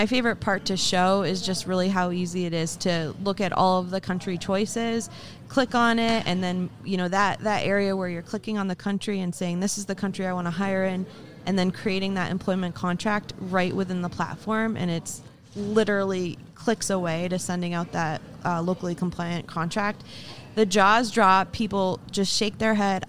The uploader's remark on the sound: Live from SHRM 2022